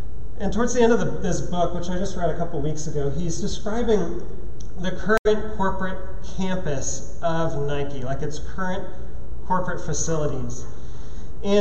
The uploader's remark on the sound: at Trinity Church, Puerto Rico